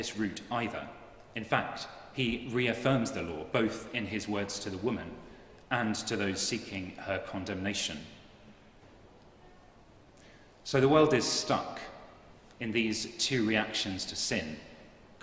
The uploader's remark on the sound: At Great St Mary's, the University Church, Cambridge on Ash Wednesday.